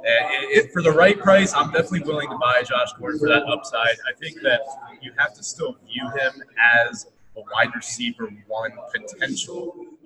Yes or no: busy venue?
yes